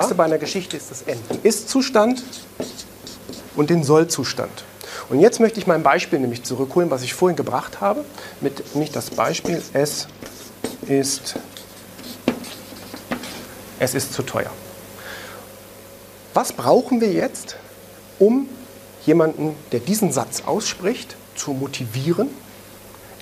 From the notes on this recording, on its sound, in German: einen Mitschnitt aus einem Vortrag